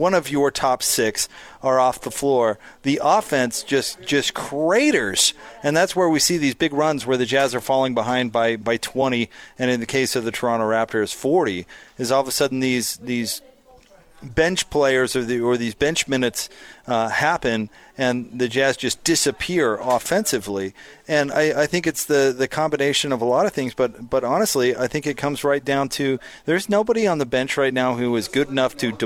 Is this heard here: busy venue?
yes